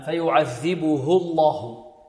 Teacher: نرقق الهاء التي قبل لفظ الجلالة والهاء التي بعد اللام في لفظ الجلالة